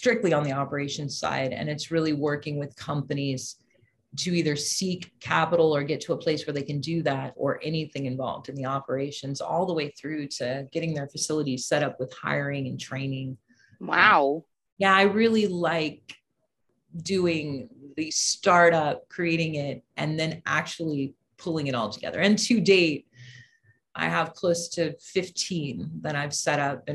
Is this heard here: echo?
no